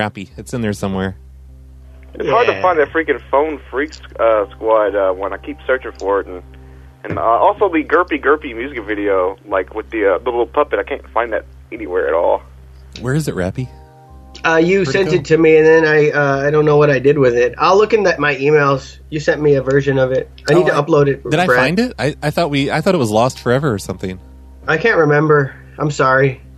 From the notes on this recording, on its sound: In today’s exciting call-in show